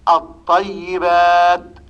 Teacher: اللام أدغمناها في الطاء، الذي حدث أننا أبدلنا اللام طاء ثم أدغمناها في الطاء الثانية فكان النطق بطاء واحدة مشددة · Term: الإدغام